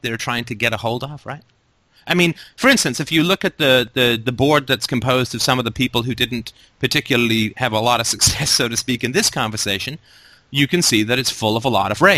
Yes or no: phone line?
yes